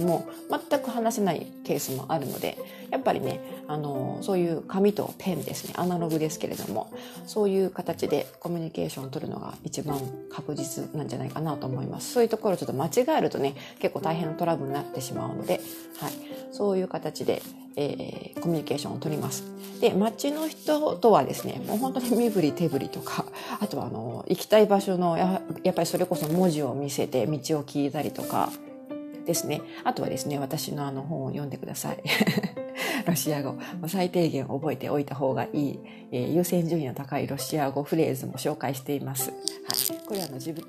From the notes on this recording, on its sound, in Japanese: 少し雑音が入っています